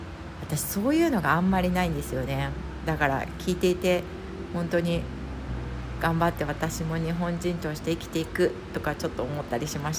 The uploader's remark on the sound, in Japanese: クルマ、雨の雑音、生活感満載お聞き苦しかったらごめんなさい